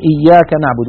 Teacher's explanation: وترقق يعني الألف بعد المرقق، يعني بعد الحرف المرقق · Term: الترقيق